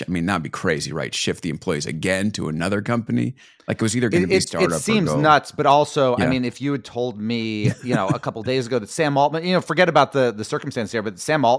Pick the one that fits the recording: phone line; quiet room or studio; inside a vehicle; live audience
quiet room or studio